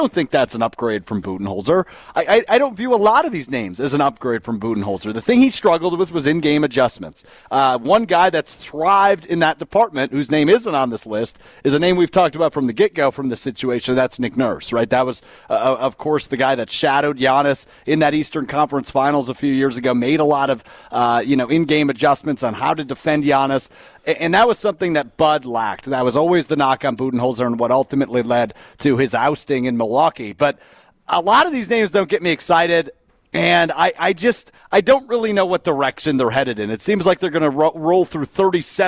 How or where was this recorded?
busy venue